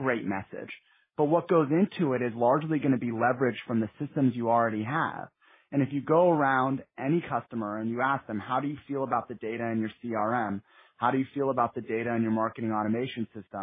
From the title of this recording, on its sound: Q2 2023 Earnings Call